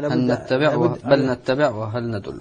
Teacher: اللام الأولى سقطت، اللام سقطت ذاتا صفة، لكن بقيت النون بغنتها موجودة وهي صفة المدغم فيه كأنها نون مشددة. هي تصبح نون مشددة. · Term: إدغام كامل